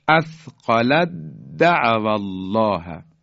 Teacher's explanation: تی دو نقطه کاملا از بین میره، اثقلت د یعنی دال رو مشدد میکنیم، اثقلت دعوا الله.